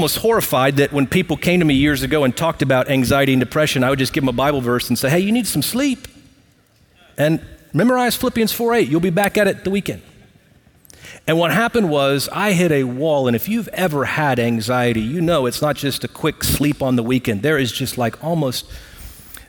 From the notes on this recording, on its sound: Recorded live at Brookwood Church on 08.20.2023.